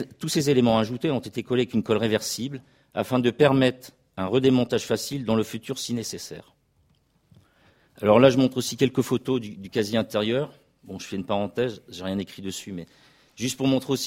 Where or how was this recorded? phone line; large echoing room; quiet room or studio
large echoing room